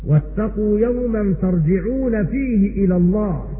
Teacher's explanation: بفتح التاء وكسر الجيم